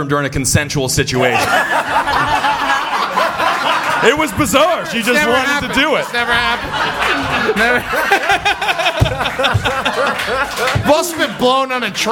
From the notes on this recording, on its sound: Live at the Cave Comedy Radio Launch Party!